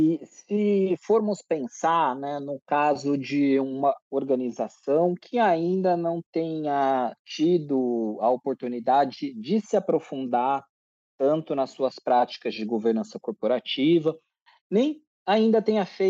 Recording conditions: video call